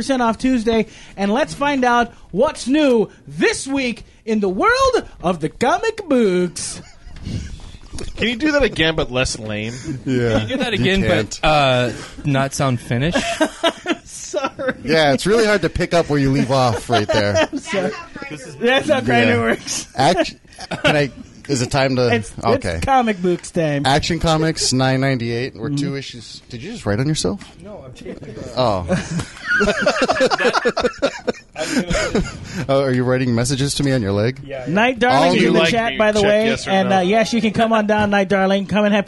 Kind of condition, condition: setting, busy venue